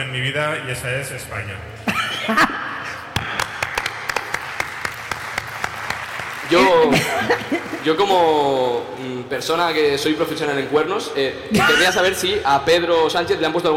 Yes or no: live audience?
yes